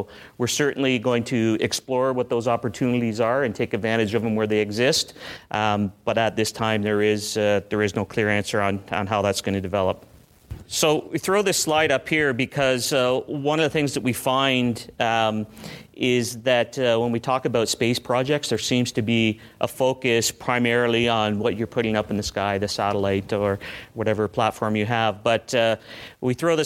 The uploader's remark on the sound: In this podcast from the CASI ASTRO 18 conference in Quebec City